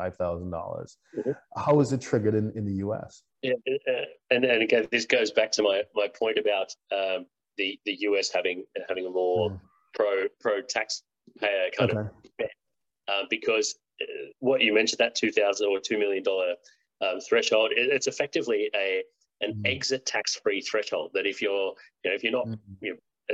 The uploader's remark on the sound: (LIVESTREAM). For those joining us on Zoom.